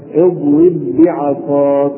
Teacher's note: ننطق باء واحدة مشددة